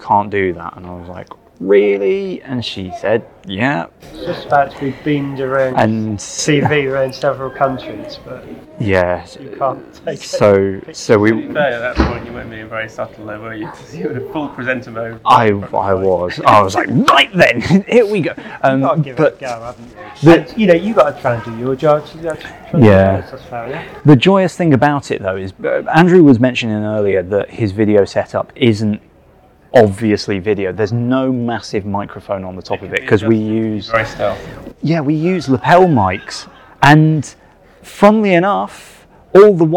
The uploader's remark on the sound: Live from the departure lounge (please excuse a rather enthusiastic French airport announcer who pops up occasionally)